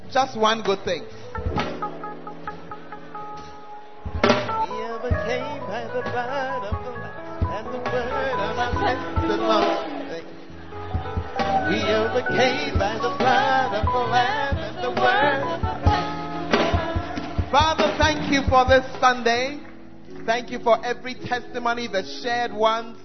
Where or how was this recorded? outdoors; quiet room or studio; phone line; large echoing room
large echoing room